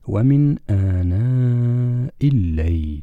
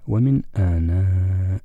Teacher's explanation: في الوصل كسرت الهمزة بسبب التقاء الساكنين، وإذا وقفنا على الكلمة ومن آناء بإسكان الهمزة. لكن هنا في هذا المثال والمثلين قبله الهمزة رسمت تحت الياء، يعني لا نستطيع أن نمد الياء لأنها ليست مدية.